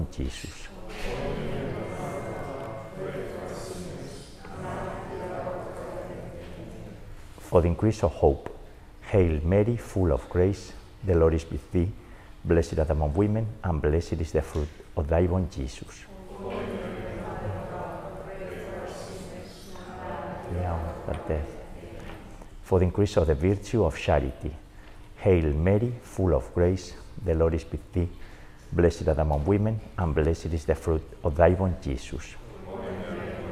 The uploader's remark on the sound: This Rosary was recorded last Friday, April 28th, during the 18-month funeral mass anniversary of Maria Blanca in Greenwich, Connecticut.